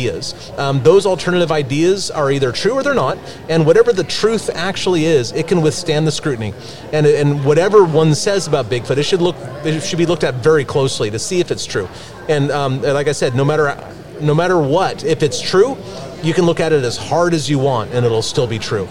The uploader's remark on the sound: Michigan Bigfoot Conference. At a recent Bigfoot conference and do a lightning round between visitor to our vendors booths.